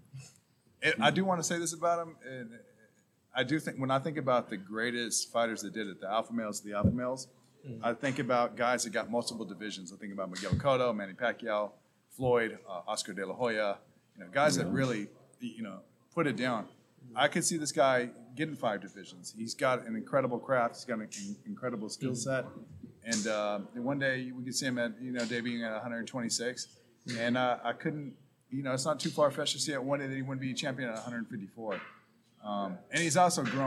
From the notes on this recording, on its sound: LIVE from Jackrabbit Boxing gym in Long Beach, CA